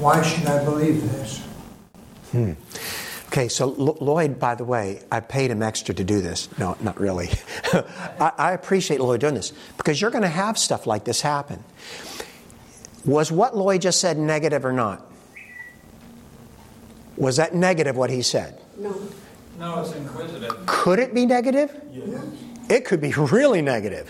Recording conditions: live audience